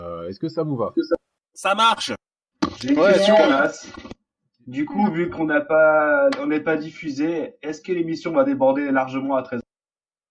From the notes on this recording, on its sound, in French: Navré pour la qualité sonore du podcast il s’agit de notre premier podcast live en mode confiné.